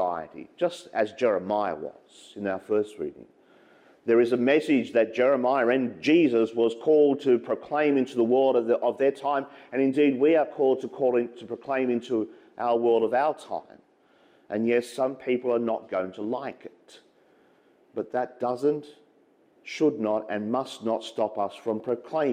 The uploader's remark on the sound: As preached during the 8am Mass at St Patrick's Church, Clarence Town.